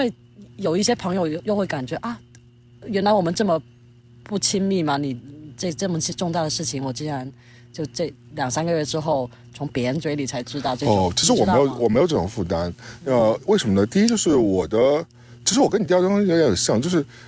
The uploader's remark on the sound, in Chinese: 本期为室外星夜下炉火边录音